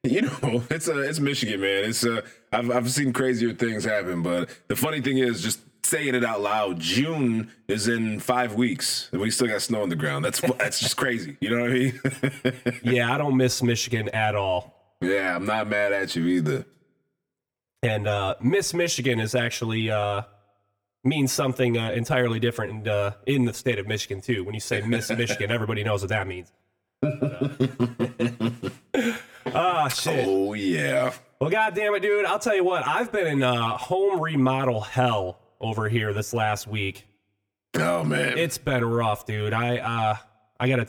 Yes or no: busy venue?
no